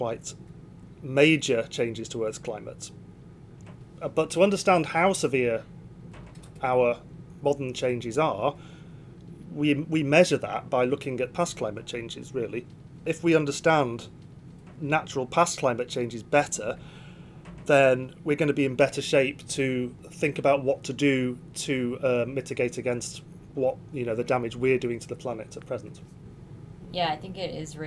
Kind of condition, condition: setting, inside a vehicle